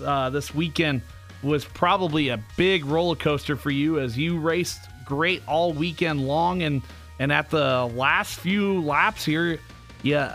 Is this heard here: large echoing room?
no